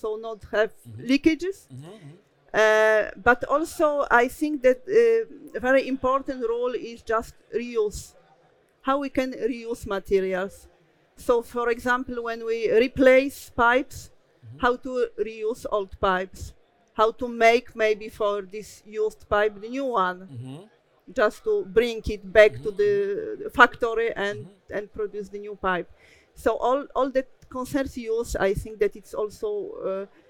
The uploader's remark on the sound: Fireside chat recorded at World Water Congress 2022, in Copenhagen, Denmark.